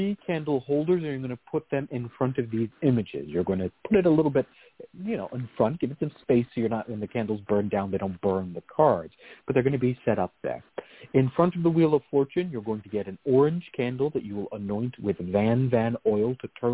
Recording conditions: phone line